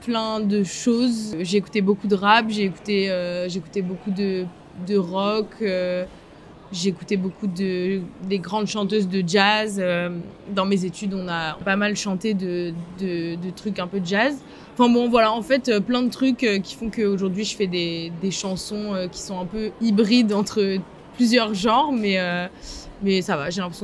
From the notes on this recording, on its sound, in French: Épisode réalisé lors du Rose Festival 2023.